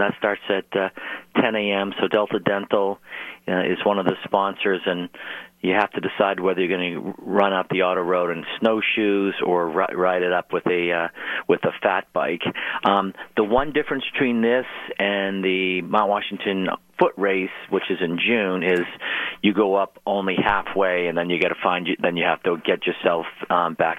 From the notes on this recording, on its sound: calling LIVE from South Carolina